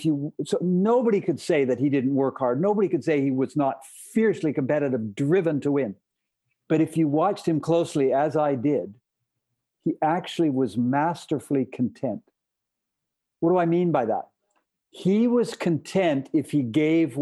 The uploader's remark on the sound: sat down virtually